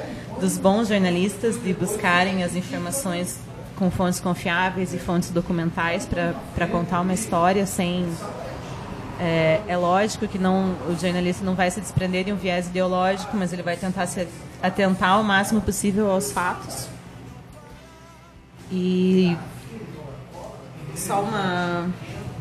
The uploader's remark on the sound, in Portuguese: Neste programa, gravado no Bar do Julio.